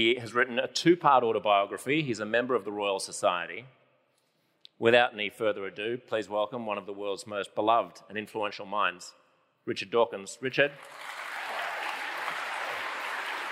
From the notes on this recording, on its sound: In front of a packed crowd at a sold-out Brisbane City Hall.